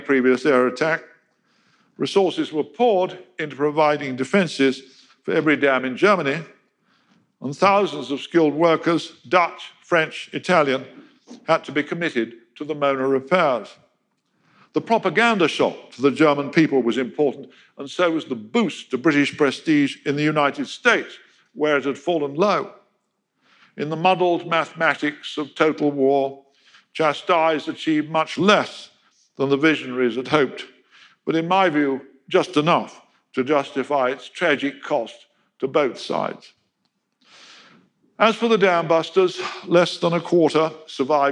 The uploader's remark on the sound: In a lecture he delivered at our 2019 BBC History Magazine History Weekend event in Winchester